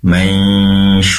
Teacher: pastikan ikhfa hakiki di dengungnya lebih lama atau dipanjangkan ya, mansyura, tadi terdengar sangat kurang panjang ya.